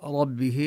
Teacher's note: ربه نفخم الراء ونصل الهاء هنا بياء، هاء مكسورة وقعت بين متحركين